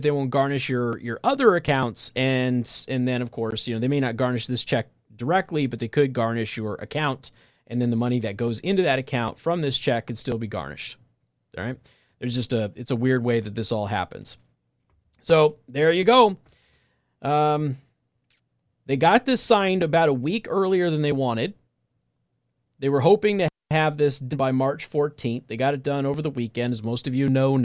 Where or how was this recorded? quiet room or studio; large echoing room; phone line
quiet room or studio